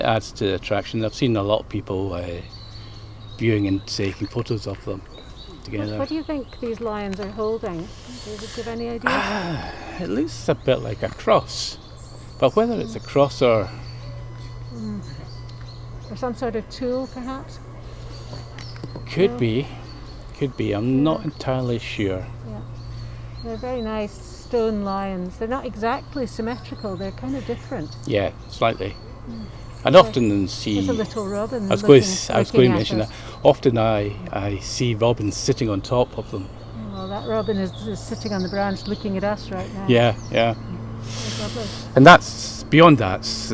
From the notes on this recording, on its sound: A walk round the grounds at Lauriston Castle.